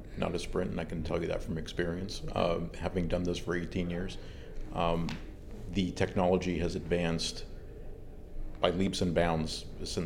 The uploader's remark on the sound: at the Trimble’s Insight Tech Conference